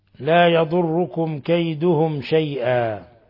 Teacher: ميم ساكنة جاء بعدها الكاف الحكم التجويد إظهار شفوي